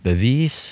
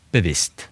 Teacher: da kan du ha bevis med lang i, eller bevisst med kort i